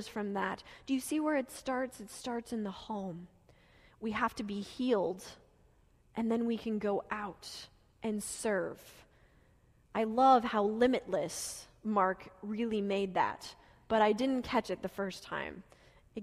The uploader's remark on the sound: Delivered during the Gathering worship service